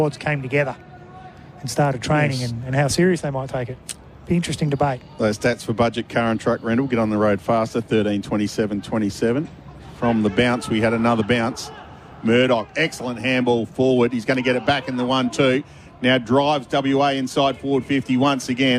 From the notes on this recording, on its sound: All the action live from Adelaide Oval for SEN.